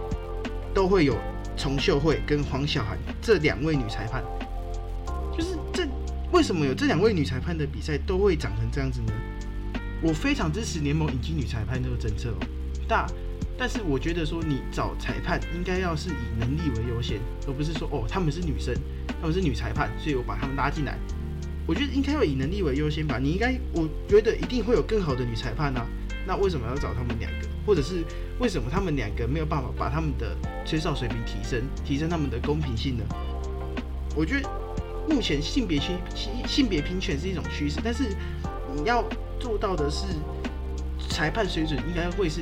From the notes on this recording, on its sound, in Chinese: 這一集因錄音設備出現狀況有雜音問題較為嚴重